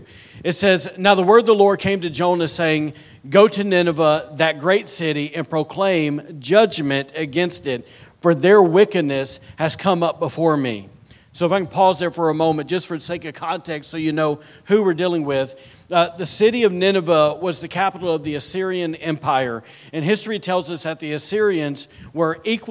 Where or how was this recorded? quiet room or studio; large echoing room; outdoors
large echoing room